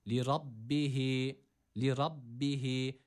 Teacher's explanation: Şeddeli olan B'yi tutmuyoruz. Sadece iki kez okutup geçiyoruz. Ve yine H'yi burada bir elif miktarı uzatıyoruz.